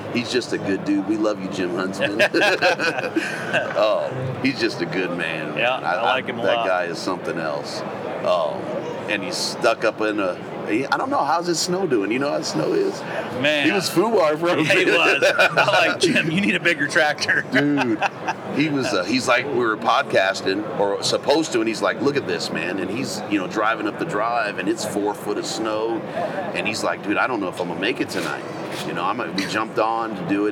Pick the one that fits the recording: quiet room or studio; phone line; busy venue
busy venue